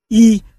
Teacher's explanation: một nguyên âm có độ mở hẹp, hàng trước, không tròn môi